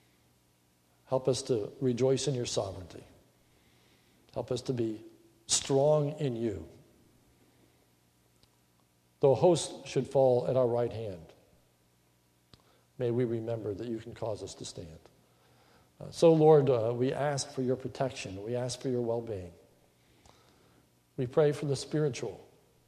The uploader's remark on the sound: This is a sermon recorded at the Lebanon Bible Fellowship Church in Lebanon, Pa. It is the Thanksgiving Service.